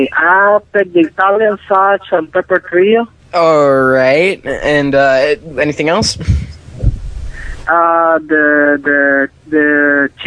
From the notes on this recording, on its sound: Prank Phone Calls.